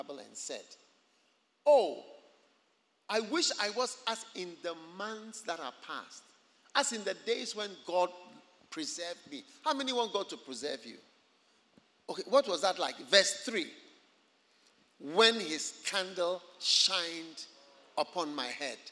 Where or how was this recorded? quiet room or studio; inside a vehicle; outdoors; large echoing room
large echoing room